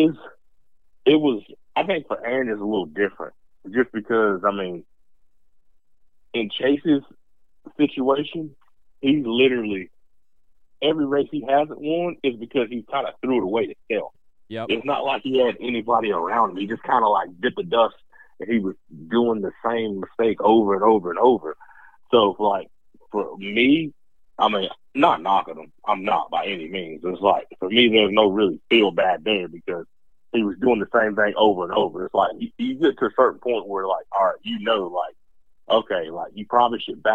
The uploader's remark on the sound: have a call in from FirePower Honda 250SX East Riders